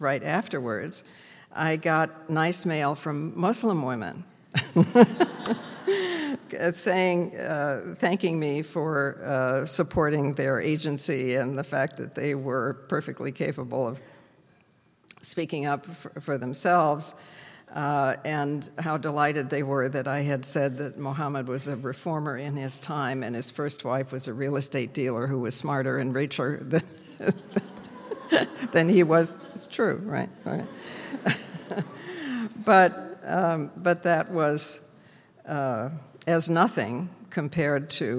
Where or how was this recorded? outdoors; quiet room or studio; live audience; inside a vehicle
live audience